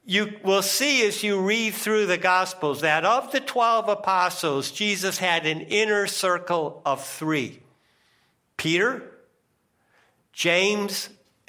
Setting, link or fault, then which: setting, large echoing room